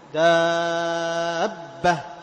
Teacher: طيب، ينبر اللام دابة، يحصل شيء من النبر على الحرف المشدد